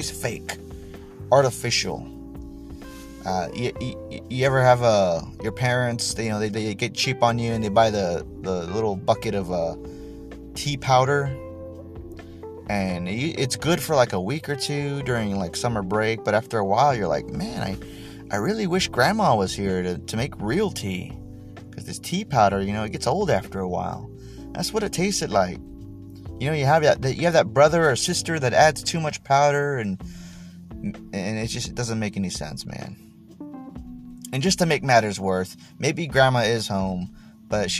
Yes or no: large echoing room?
no